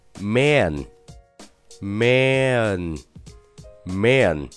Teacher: 大口的 a 后面跟了一个前鼻音的嗯的时候，是要在它们的中间加一个很小的呃的音